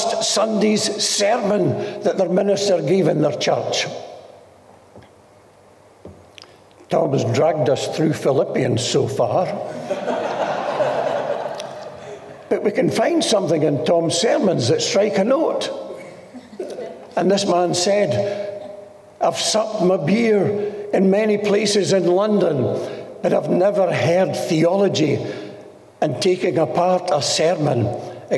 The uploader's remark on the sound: This message was recorded during one of our Sunday morning gatherings.